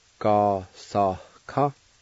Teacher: there's a faint H sound between the A and the K